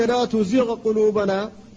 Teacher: كذلك لا تزيغ قلوبنا فالغين ساكنة وبعدها القاف محركة وهما متقاربان لكن لا ادغام بينهما